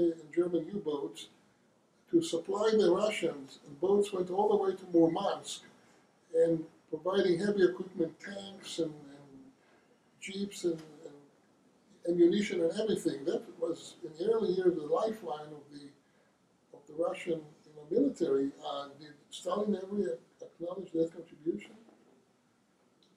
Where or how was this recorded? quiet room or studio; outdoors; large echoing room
large echoing room